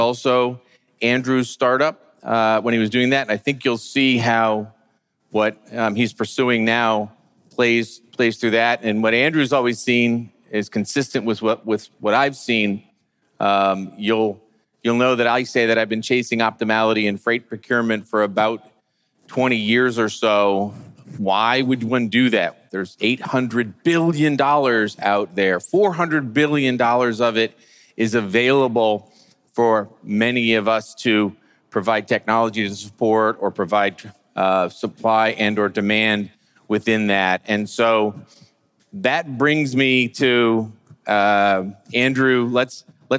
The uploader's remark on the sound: Fireside Chat: Emerge - Future of Supply Chain. The first fireside chat on the main stage of the Future of Supply Chain Conference in Northwest Arkansas.